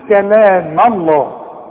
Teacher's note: رقق الميم وفقم لي لفظ الجلالة لأنه مفتوح